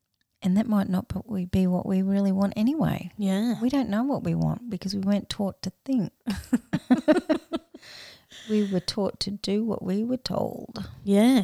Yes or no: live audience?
no